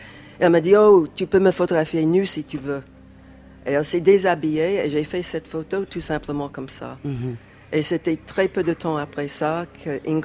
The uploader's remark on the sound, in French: Arles 2018, une émission enregistrée Cour du docteur Fanton